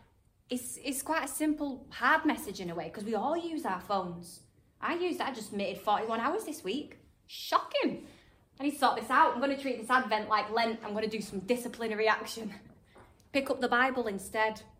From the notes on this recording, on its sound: This episode is a live-talk I gave in November 2022 to a group of young adults